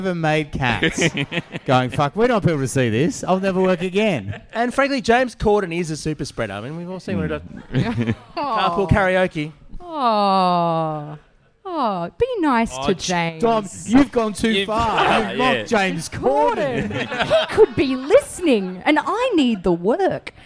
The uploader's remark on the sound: For the final episode from the first week of Chaser Report LIVE at the Pub.